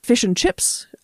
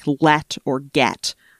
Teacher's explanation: that e in get can move up into that and become git